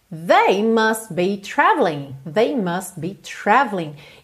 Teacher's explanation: Must be, o T do must quase não aparece, a gente já tem must be.